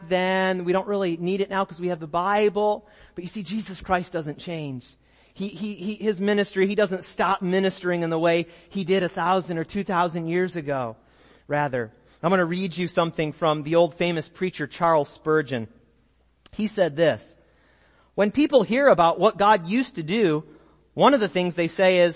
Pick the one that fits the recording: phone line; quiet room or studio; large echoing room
large echoing room